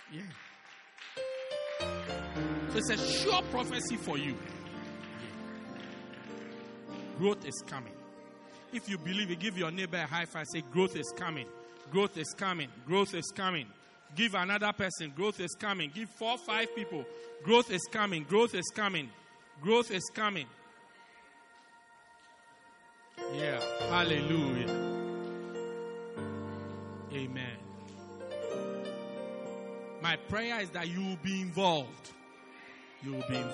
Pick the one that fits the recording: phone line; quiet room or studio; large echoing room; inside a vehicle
large echoing room